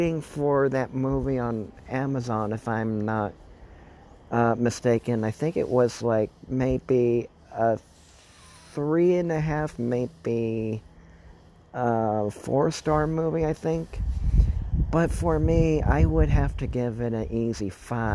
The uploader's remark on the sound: while recording outside